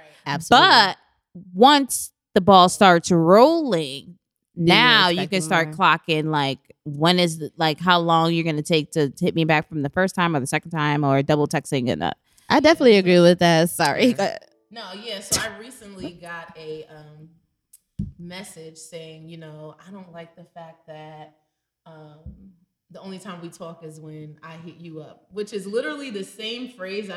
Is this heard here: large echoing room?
no